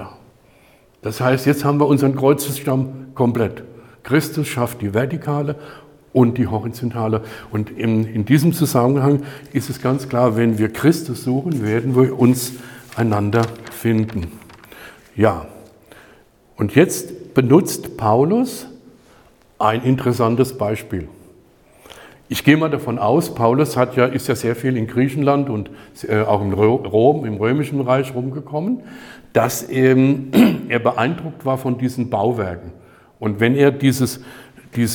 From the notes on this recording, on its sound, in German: Die Predigt wurde bei der Aufnahme der StartUp-Kirche Worms in die örtliche Arbeitsgemeinschaft Christlicher Kirchen gehalten.